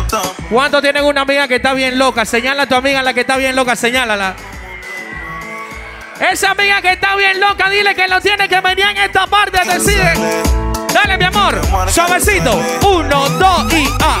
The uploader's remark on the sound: Live Session at 5to5 Hotel Hilton Panamá